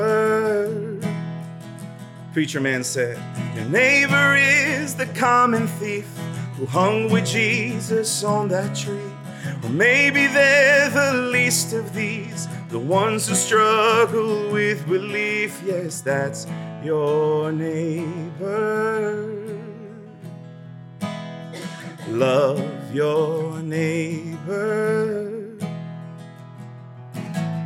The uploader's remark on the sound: Each installment of Crash Radio features local musicians, writers, and storytellers presented as a live event in Asheboro, NC, which is then edited for broadcast on WKXR 94.9FM. This episode was recorded live at The Table in Downtown Asheboro.